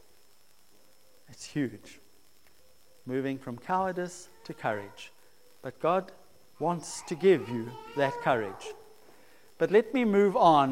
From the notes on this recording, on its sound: preached at St Marks Methodist, Cape Town